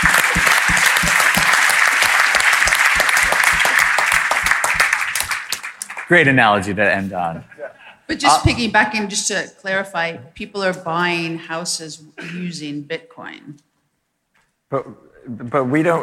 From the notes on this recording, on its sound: All the BiggerPockets podcast hosts on stage in one place! This bonus episode was recorded at the BiggerPockets Conference last week in front of a live audience of more than 1,000 people at the Gaylord Opryland Resort in Nashville, Tennessee. We turned the mics over to our members.